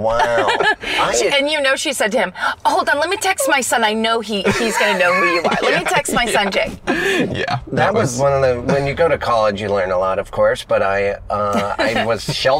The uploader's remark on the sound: In the Car